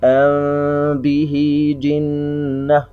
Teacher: وقلنا أن الإخفاء تلاصق مخرجي حرف الإخفاء، حرف الإخفاء الباء من الشفتين تلاصق خفيف، أم به جنة، طبعا مع الغنة بقدر حركتين. · Term: إخفاء شفوي